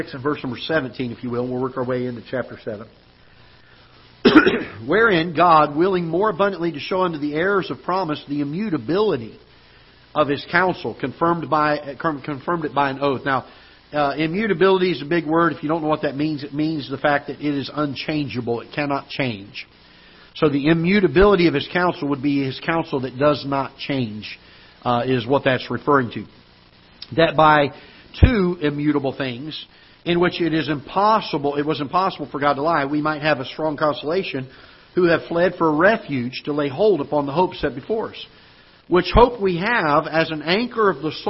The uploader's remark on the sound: Ketha Heights Baptist Church ~ Live Broadcast